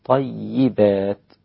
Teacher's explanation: والياء اللي بعد الطاء لا تأخذ تفخيم الطاء